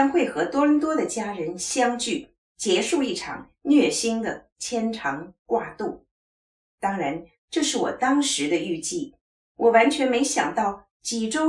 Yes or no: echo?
yes